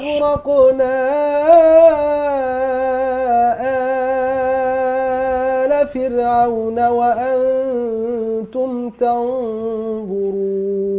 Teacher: أشبع المد البدل لورش